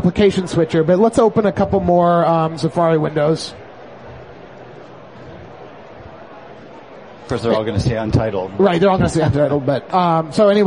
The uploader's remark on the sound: Live at Macworld Expo 2007.